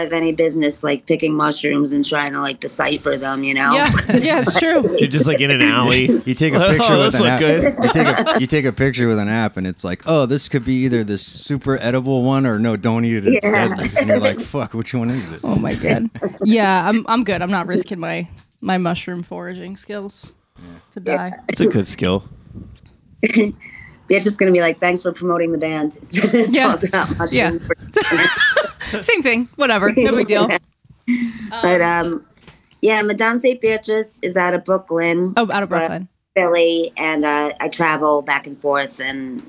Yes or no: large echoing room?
no